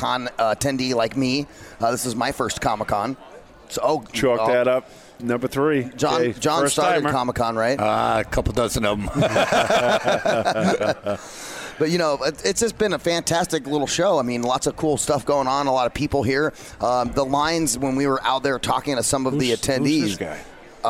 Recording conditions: busy venue